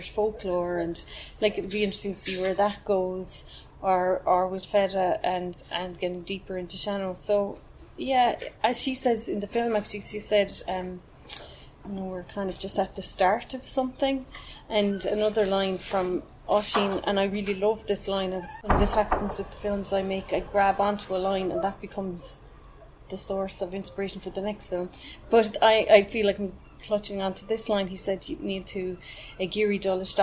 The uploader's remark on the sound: WFT recorded a special podcast live from the House Hotel in Galway.